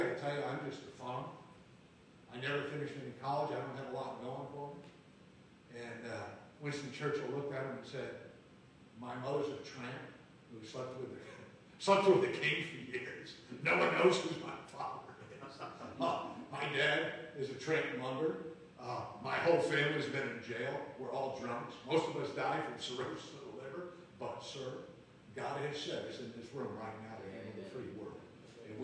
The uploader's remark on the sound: Live from Camp Joy Healing 3